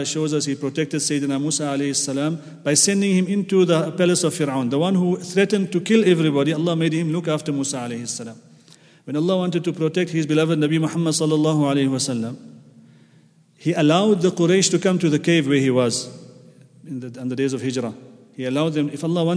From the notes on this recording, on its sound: at the Houghton Masjid (West Street)